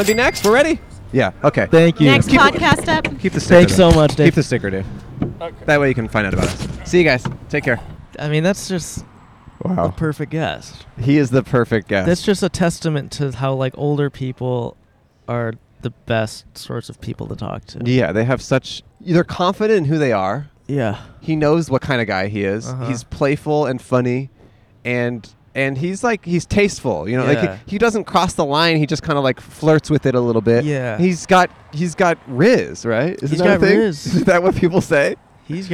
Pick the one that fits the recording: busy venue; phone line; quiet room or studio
busy venue